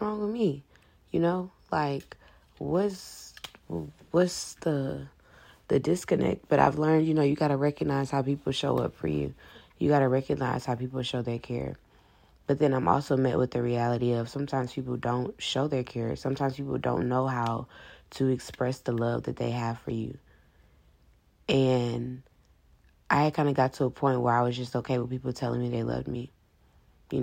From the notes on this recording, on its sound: i recorded it on my phone in the middle of the night